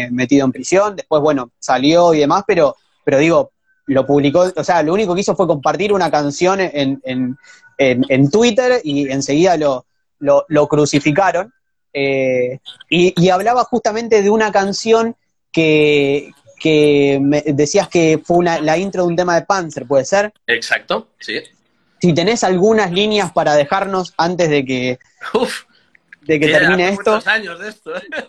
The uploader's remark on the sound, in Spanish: Audio extraído de IG LIVE